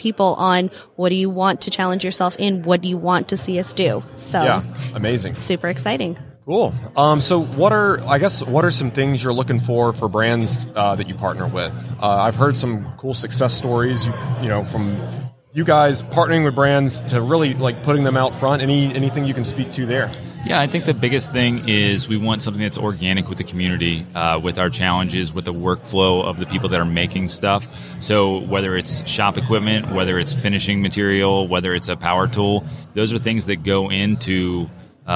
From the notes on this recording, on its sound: LIVE from WORKBENCHcon 2022. Were in the booth.